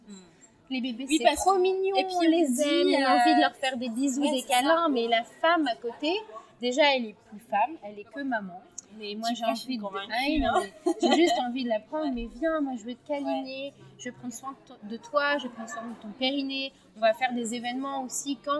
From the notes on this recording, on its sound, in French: Petit mea culpa pour la qualité du son de cet épisode, qui n’est vraiment pas terrible. Les conditions d’enregistrement n’étaient pas optimales.